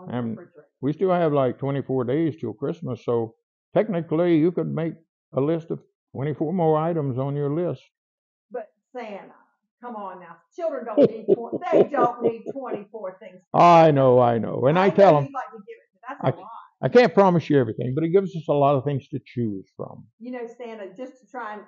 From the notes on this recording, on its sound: My microphone was not.